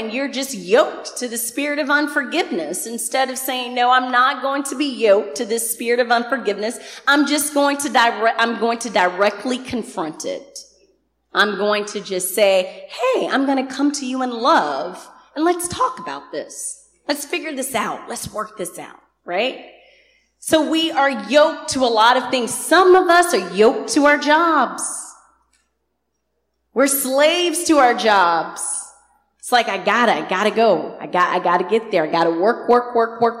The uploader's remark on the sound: Recorded on 2016-07-24 at the 11:30am Service